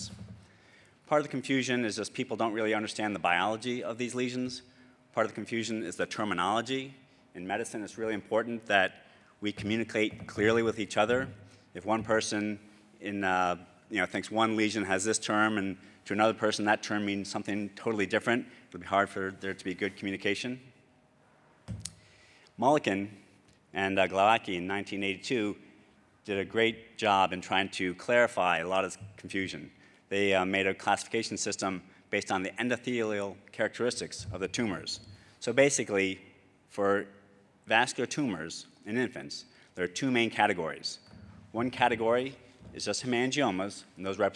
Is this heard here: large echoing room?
yes